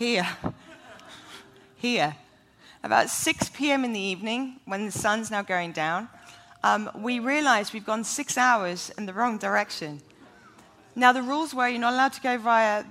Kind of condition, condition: setting, live audience